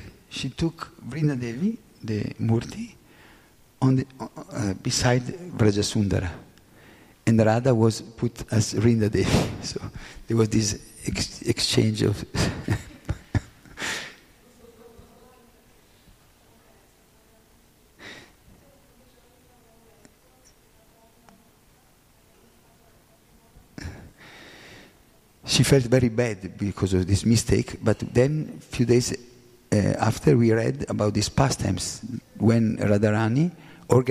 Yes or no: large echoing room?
yes